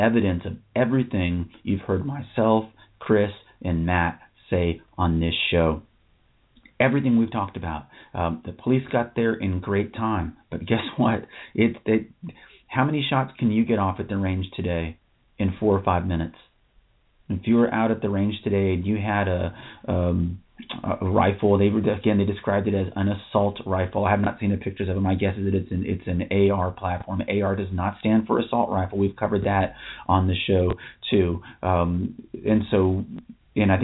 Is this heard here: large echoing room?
no